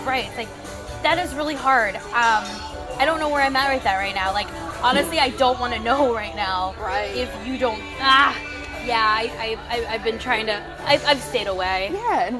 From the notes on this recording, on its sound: Apologies to listeners as the background noise was a little loud.